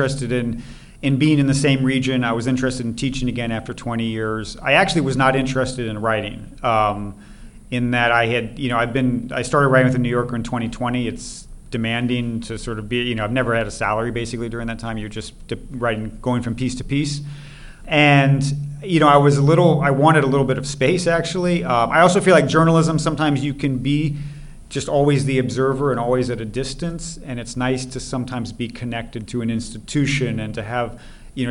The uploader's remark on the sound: a live show taped on November 11 at the fourth annual NEXTChina Conference at the China Institute in New York